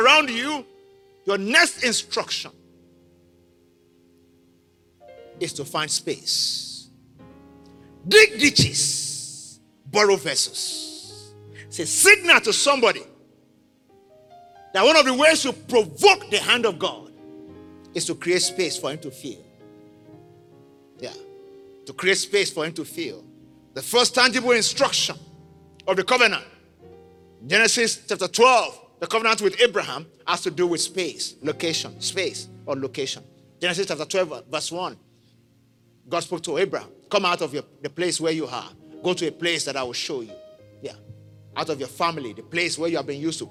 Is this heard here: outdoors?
no